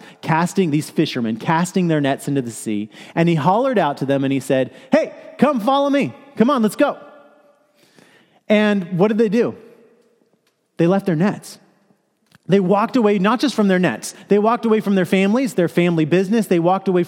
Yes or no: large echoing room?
yes